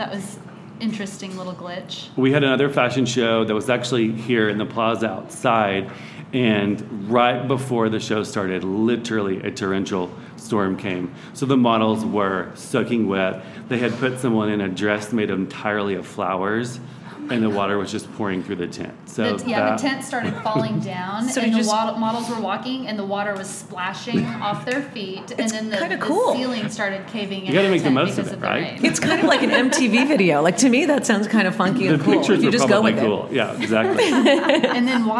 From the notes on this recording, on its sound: Live at TOOTSIES. We had the pleasure of recording live at one of our favorite neighborhood boutiques, Tootsies.